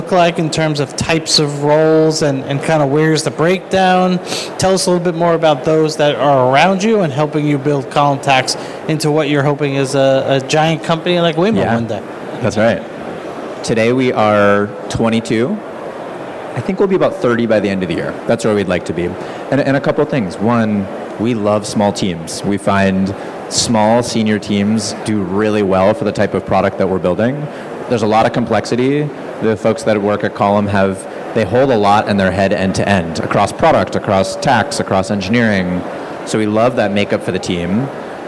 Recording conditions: busy venue